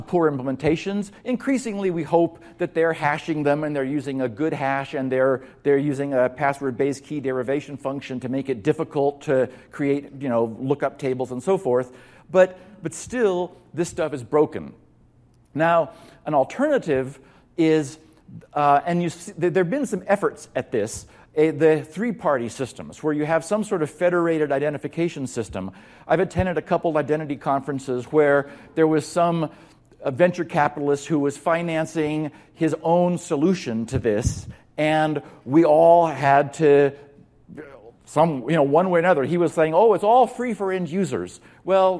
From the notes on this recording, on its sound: During DigiCert Corporation's Security Summit 2014 event on November 7th, 2014 in Las Vegas.